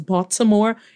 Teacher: No one says Baltimore. In Baltimore, the T is pronounced like a D, in Baltimore.